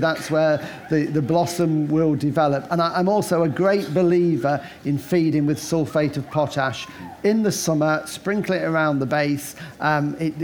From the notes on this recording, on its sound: Live from Chatsworth. This week we're at the RHS Chatsworth Flower Show in Derbyshire, revelling in this floral extravaganza in the heart of the Peak District. Chairs a live question and answer session with leading gardening experts.